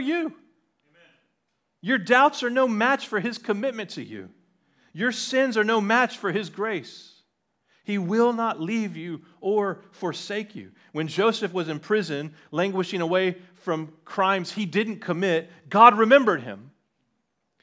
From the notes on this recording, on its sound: on 10/22/2023 at Liberty Baptist Church in Liberty, Missouri.